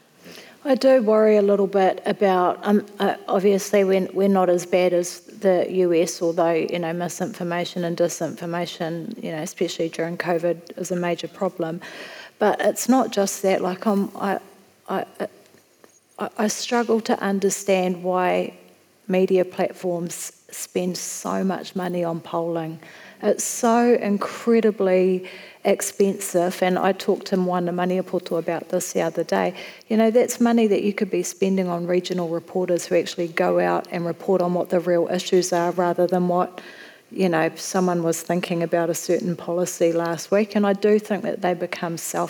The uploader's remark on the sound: Live from Word Christchurch